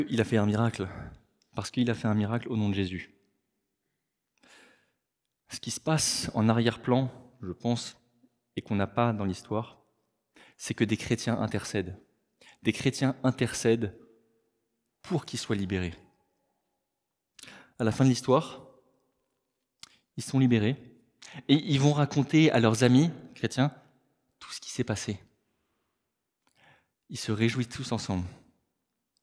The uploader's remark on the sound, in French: Enregistré à l'église CVV.